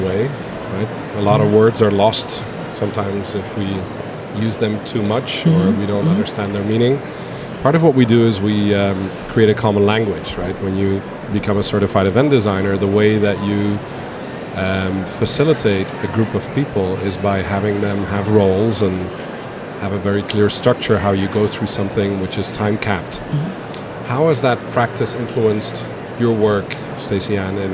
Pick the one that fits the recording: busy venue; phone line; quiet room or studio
busy venue